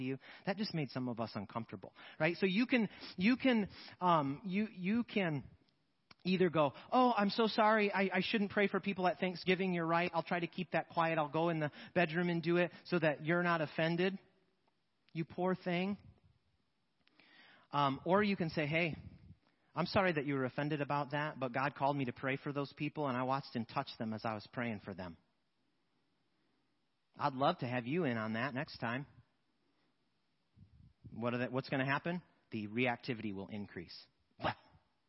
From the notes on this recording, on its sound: Sermons preached at Church of the Good Shepherd, Maitland, Florida. 10AM Service.